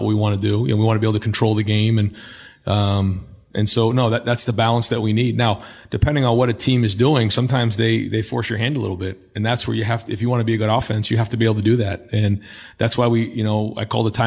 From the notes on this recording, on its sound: During this news conference